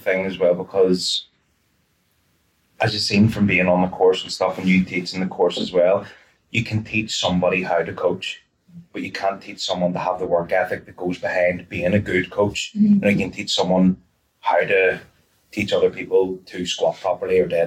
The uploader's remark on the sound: Apologises for the audio, some techy crap happened and we lost the audio from microphones.